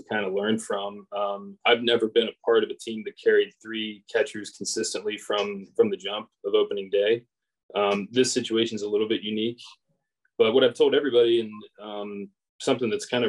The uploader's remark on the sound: sits down on Zoom